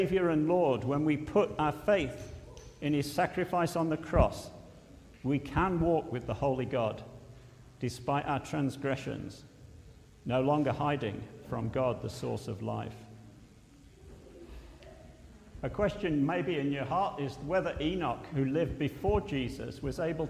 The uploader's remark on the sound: at Pembury Baptist Church on 22nd October 2023